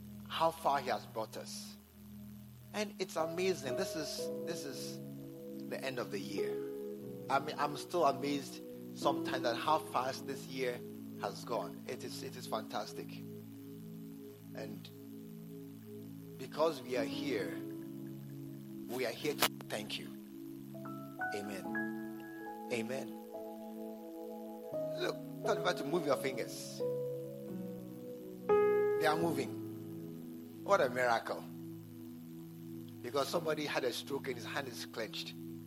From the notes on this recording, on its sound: at the SAT service, True Vine Cathedral, Bantama